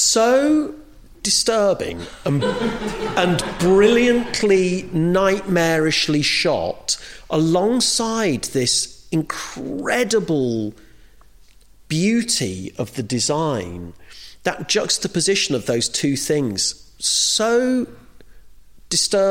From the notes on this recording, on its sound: In this show, recorded LIVE at the Lyric Theatre Hammersmith.